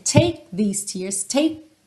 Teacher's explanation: Você prepara o T, você prepara o K, mas você não finaliza esse som, tá bem? Mas essa preparação é super importante. · Term: consoantes oclusivas